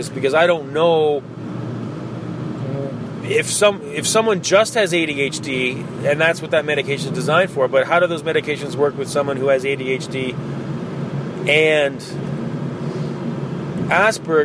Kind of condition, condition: setting, inside a vehicle